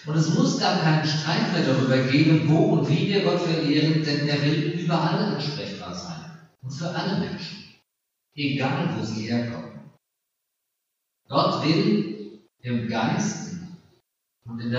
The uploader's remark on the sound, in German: Aufgezeichnet im Gottesdienst zum Pfingstmontag Ev. Melanchthongemeinde Griesheim.